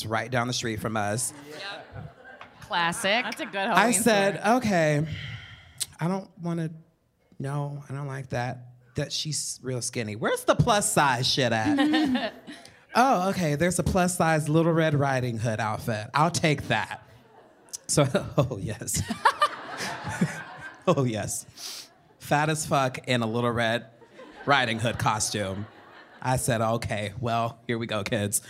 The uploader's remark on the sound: This episode was recorded LIVE in front of a SOLD OUT (350 people!!) crowd at The Bell House in Brooklyn!